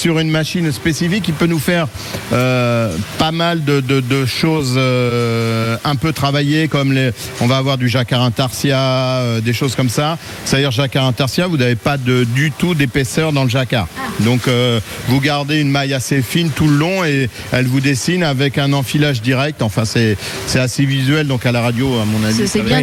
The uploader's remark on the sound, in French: On fait des marinières en direct à la tricoterie Val de Saire à Valcanville !